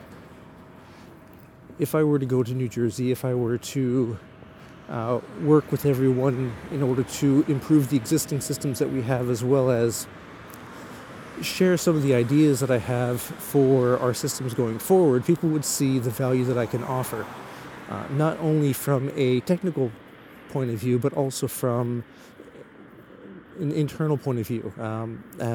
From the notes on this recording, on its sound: While walking home from the train station after a day trip to Tokyo, I rambled into the microphone.